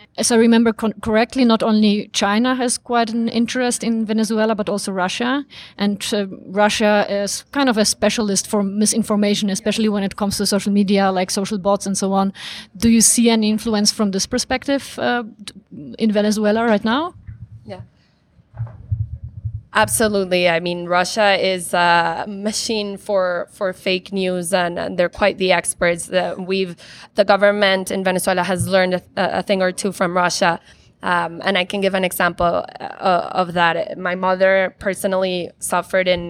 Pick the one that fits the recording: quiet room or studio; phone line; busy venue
busy venue